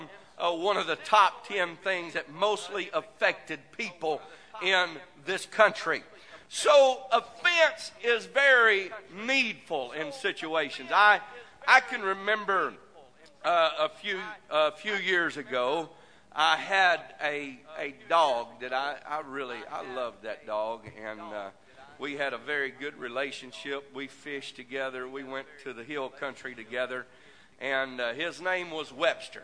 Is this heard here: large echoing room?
yes